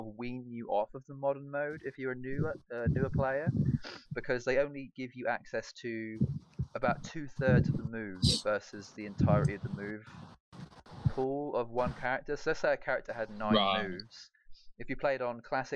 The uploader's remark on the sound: walking around a field in Norwich